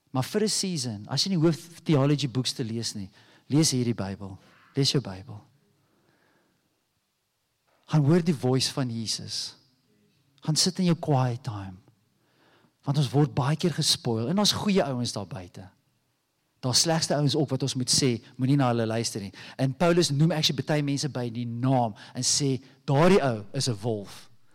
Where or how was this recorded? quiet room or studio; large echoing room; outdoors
large echoing room